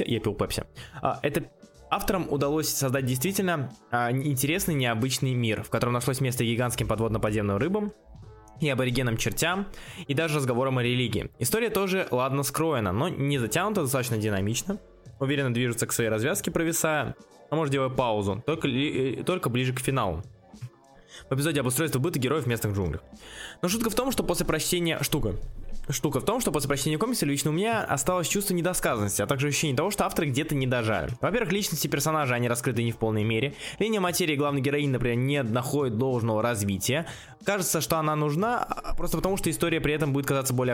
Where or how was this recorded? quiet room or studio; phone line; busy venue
quiet room or studio